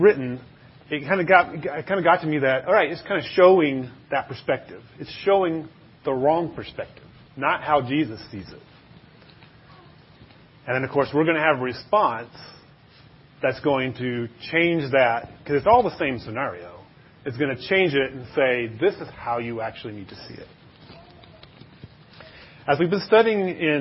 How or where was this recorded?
large echoing room